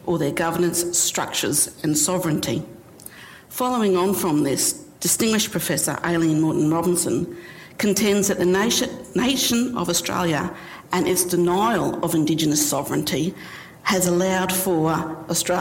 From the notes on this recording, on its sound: IFE Grand Challenge Lecture - recorded 25 October 2019 at QUT.